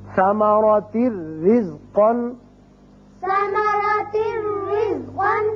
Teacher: را تنوین کی وجہ سے ایک زیر پڑی جائے گی اور صرف را ہوگا، یہاں نون کی آواز نہیں آئے گی · Term: بغیر غنے